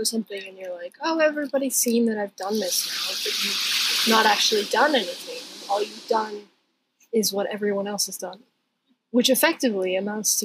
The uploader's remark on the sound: NOTE: Quality of audio for this episode is low due to technical difficulties.